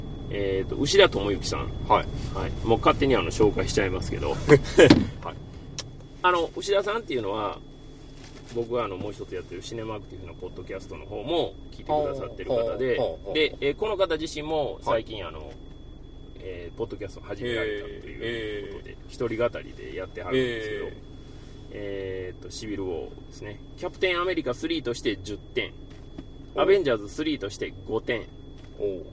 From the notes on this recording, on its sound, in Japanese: 帰路車中で録音しておりますので、。一回表より雑音を多く拾っており。